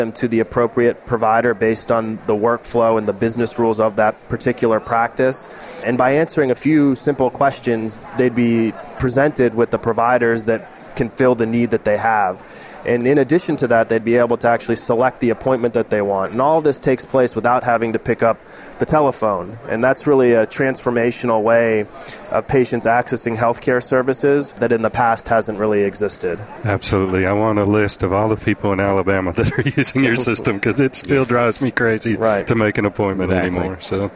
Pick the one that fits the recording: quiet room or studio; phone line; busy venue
busy venue